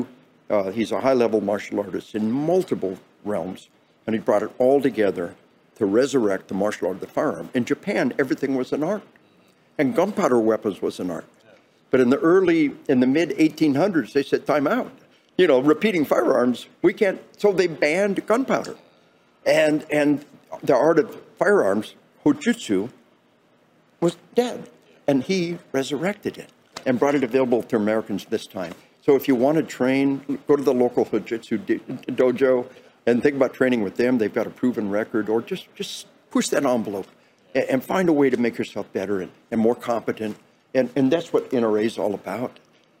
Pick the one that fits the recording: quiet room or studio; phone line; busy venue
busy venue